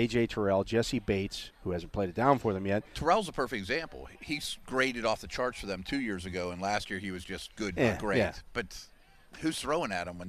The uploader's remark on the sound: The Drive live from OTAs. Are live from Steelers OTA's to wrap up week 2 of practices.